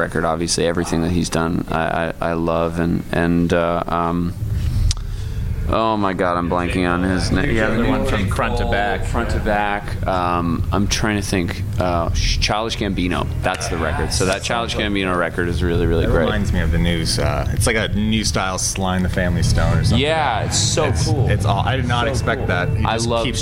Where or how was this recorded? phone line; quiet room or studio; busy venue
busy venue